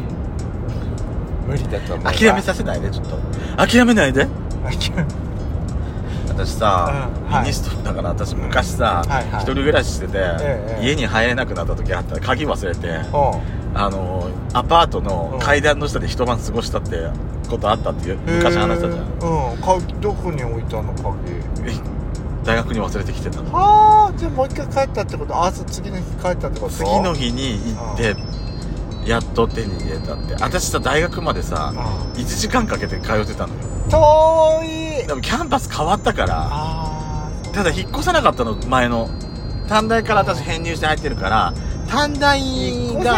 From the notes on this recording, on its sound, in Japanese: 2人組。ドライブ収録。ロードノイズごめんね。